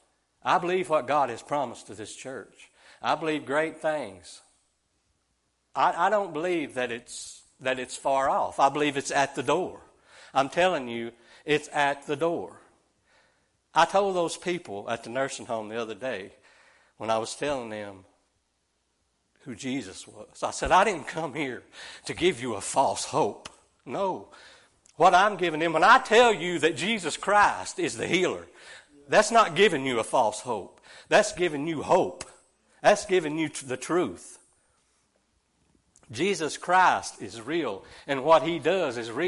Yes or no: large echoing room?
yes